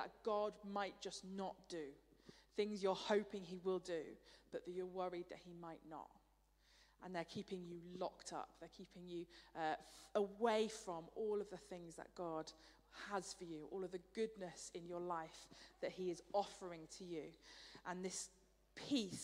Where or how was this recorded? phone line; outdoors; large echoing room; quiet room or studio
large echoing room